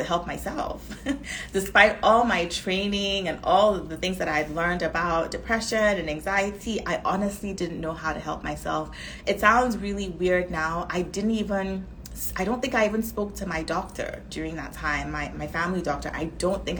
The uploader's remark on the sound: This episode is a recording of an Instagram live